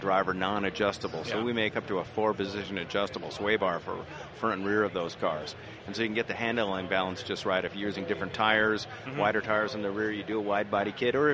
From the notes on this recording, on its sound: Once again live from SEMA